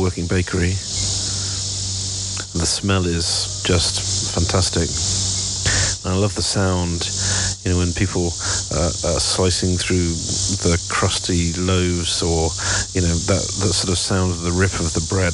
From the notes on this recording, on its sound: Here are a selection of short audio clips, often recorded on the move as I'm traveling, these include letters to home from our new life in Pittsburgh, but also postcards from other places.